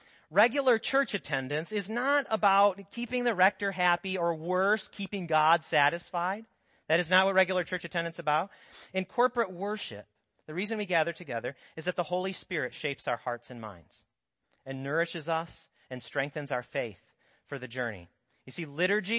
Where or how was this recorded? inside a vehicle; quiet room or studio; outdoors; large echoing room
large echoing room